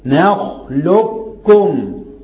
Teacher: فين القاف؟ اضغمت في الكاف